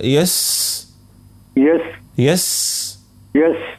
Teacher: لازم نعطيه حرف السين الرخاوة نتاعو